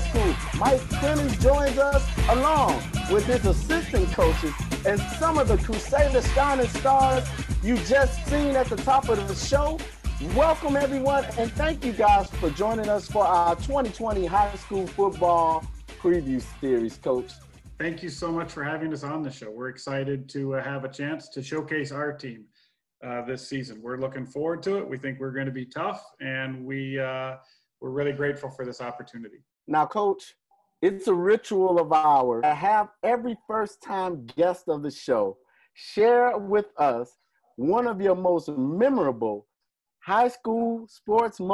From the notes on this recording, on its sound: This Week Via Zoom.